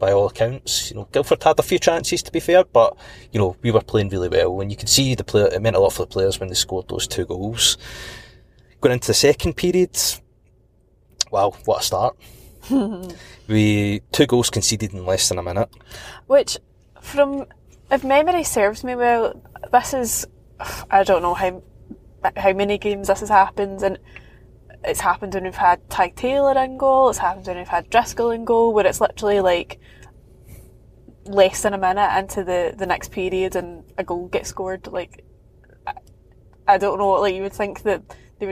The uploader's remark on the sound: A podcast from the car this week.